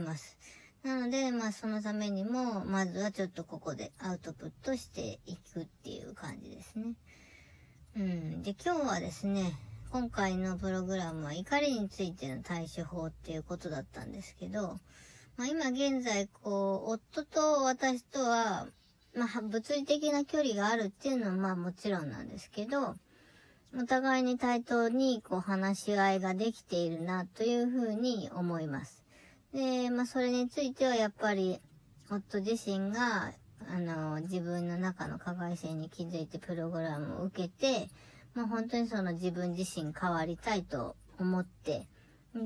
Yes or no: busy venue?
no